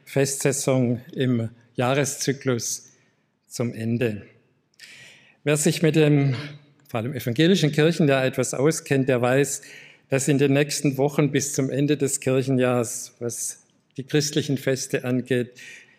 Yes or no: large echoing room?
yes